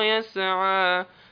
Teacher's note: احذروا من قلقلة الحرف الذي لا يقلقل، يسعى لا تقلقل، فانتبهوا لهذا، هي فيها همس